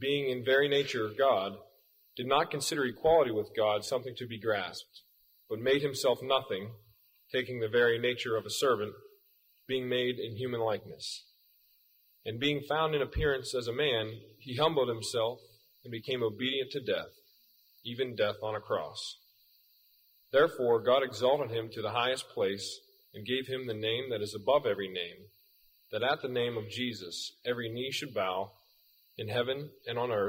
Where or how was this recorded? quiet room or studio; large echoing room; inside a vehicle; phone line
large echoing room